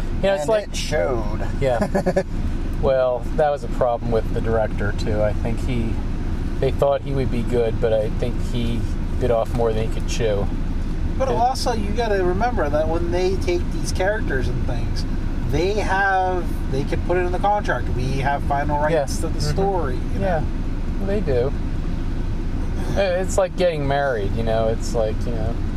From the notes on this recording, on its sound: This week we record live (from my car) during go fest 2020.